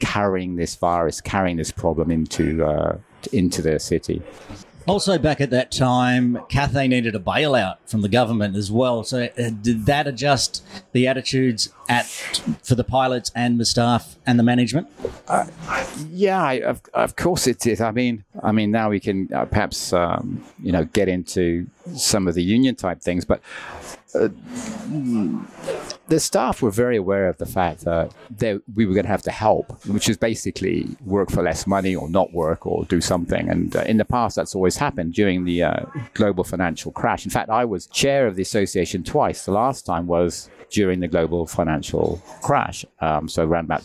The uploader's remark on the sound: Recorded live at Elephant Grounds Café in Causeway Bay, over a cup of tea.